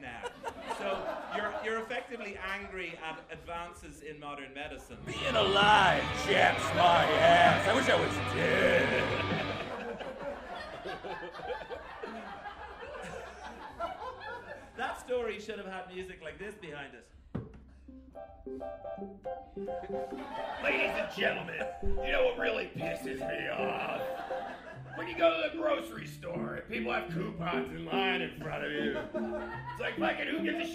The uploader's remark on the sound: LIVE IN AUSTIN